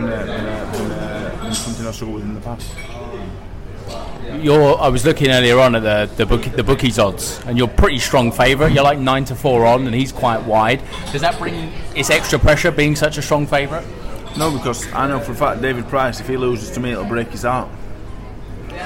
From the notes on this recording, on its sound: We were live at the open workout